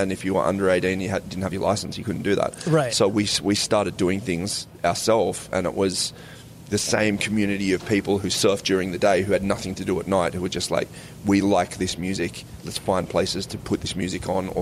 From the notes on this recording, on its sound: We recorded this face to face at New England Metal and Hardcore festival